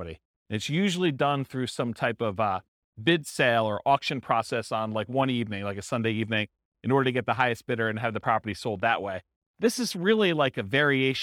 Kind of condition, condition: setting, live audience